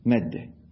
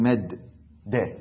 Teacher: الآن مدة أصلها مددة، فتسكن الأولى وتدرجها بالثاني فتقول مدة، لا تقول مد د · Shown in: first take · مد د هذا ليس إدغاما، وإنما مدة هو الإدغام.